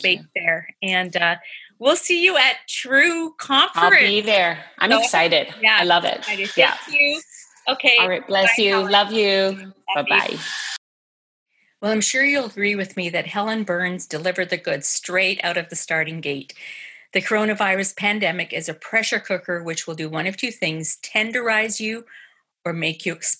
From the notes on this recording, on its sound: listen in on this group zoom conversation